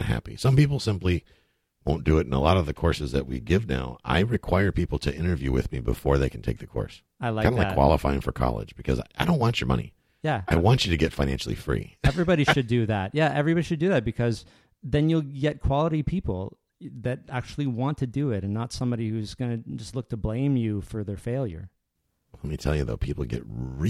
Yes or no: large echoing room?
no